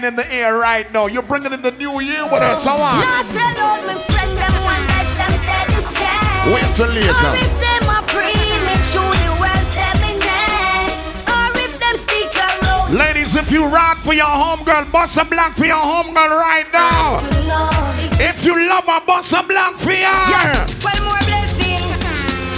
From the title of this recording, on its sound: Big Vibes Tuesdays 12/27/22 (LIVE AUDIO)